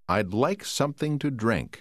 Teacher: Lưu ý rằng trong từ cuối, tổ hợp phụ âm cuối NK được phát âm như có âm G xen vào giữa chúng